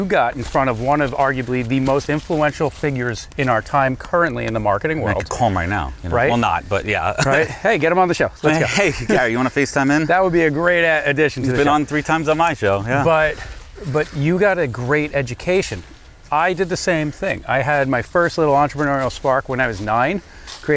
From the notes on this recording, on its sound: I can honestly say that this was my first ever podcast that was recorded while on a 4-mile hike. Hiking a moderate trail on the North Shore of Long Island.